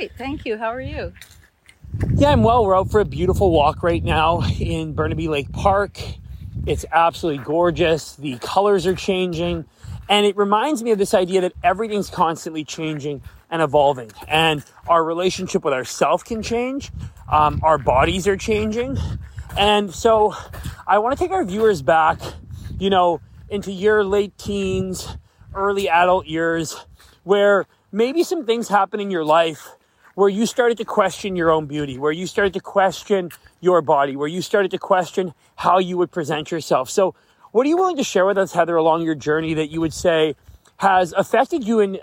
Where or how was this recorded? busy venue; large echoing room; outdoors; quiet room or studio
outdoors